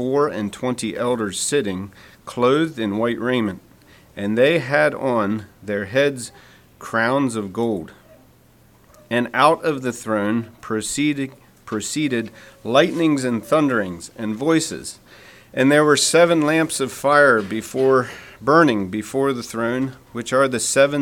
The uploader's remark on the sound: Message preached at Word of Hope Mennonite Church